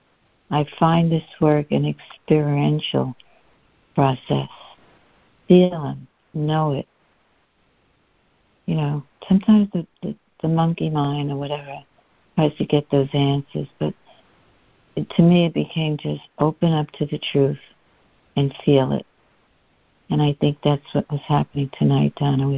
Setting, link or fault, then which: link, phone line